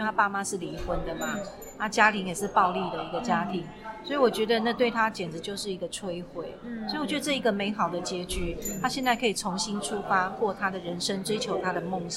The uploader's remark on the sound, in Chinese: 本次錄音空間較多雜音，音質不佳還請多多包涵